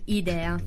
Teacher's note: idea, la E si pronuncia aperta